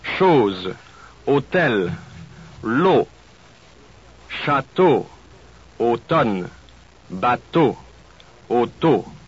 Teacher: Notice that in all of these, you will have to work hard to avoid any off-glide into a diphthong or into a U sound. Your lips and tongue do not move while you pronounce this vowel. Instead of bateau, be sure you say bateau.